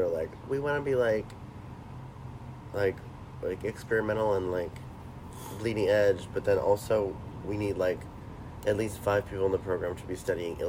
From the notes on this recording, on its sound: don't come at us about the sniffling